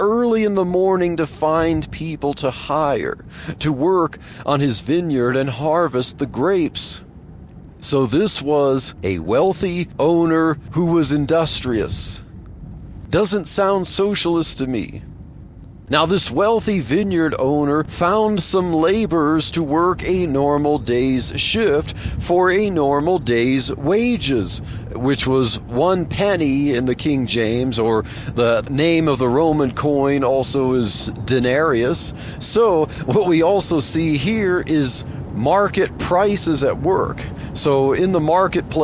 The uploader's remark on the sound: while driving to work